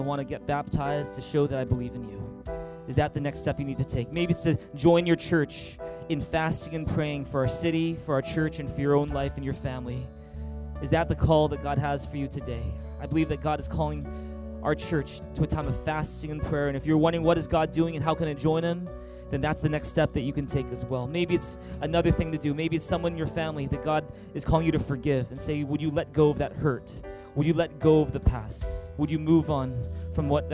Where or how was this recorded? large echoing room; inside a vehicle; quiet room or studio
large echoing room